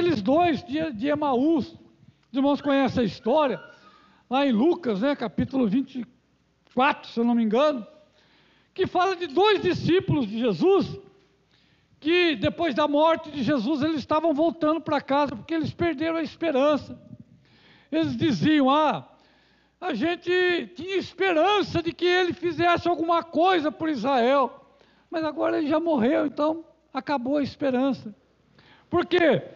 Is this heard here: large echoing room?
yes